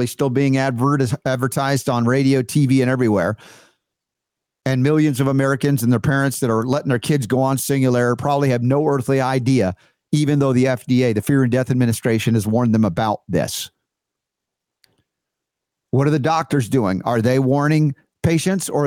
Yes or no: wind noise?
no